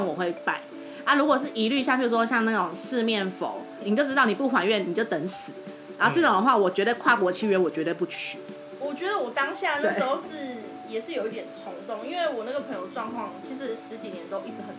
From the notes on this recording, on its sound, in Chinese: 抱歉這次沒顧好，錄音環境噪音有點多